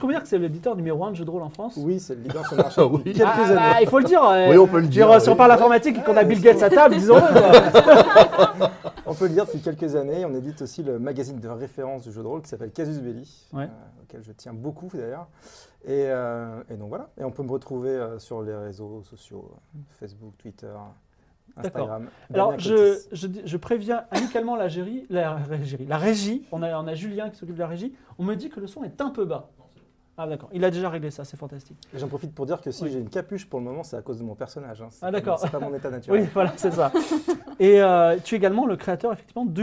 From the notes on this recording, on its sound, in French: enregistré en direct